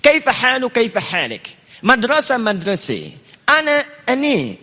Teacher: Biasanya wilayah-wilayah Syam, Syria, Lebanon, Palestina, itu biasanya lebih kepada imalah. A-nya jadi E. E. Itu sejak dulu sudah ada.